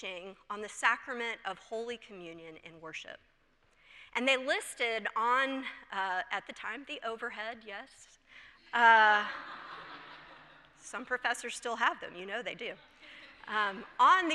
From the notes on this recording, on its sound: presented by Asbury Seminary Kentucky Chapel, recorded on Wednesday, November 8, 2023 at Asbury Theological Seminary's Kentucky campus